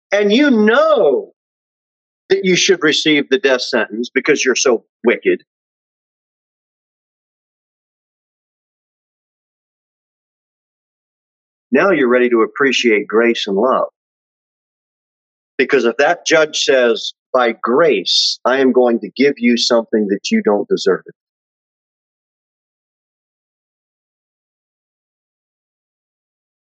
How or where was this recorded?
large echoing room